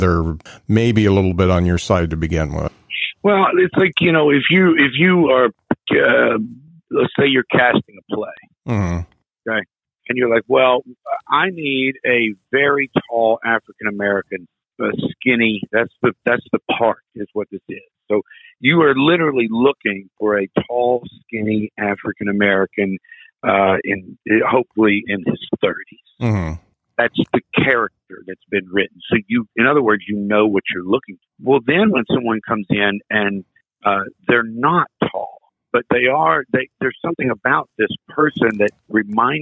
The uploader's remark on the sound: It's hard to connect over the phone but I think we did it.